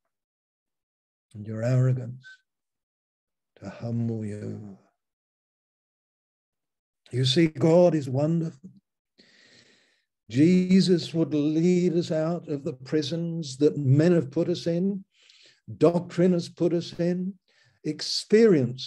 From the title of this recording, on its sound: Malaysia Meets (Zoom)